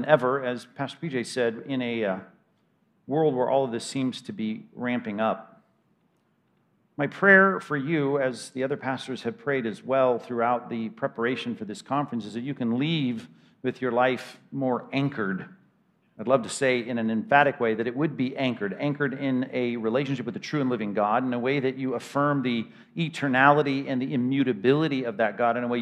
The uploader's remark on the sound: 2021 Anchored Men's Conference at Compass Bible Church: Session 2